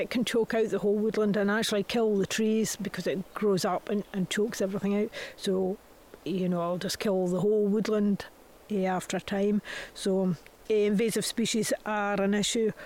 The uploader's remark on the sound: Recorded on site at Tanish National Nature Reserve